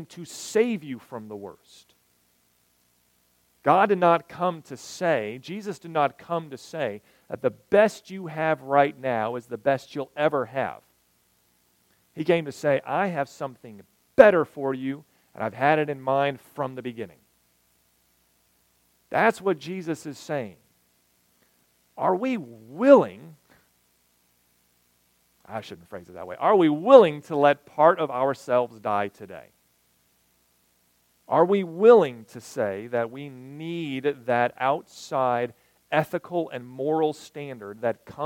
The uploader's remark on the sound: recorded June 24, 2023, at Ringgold Seventh-day Adventist Church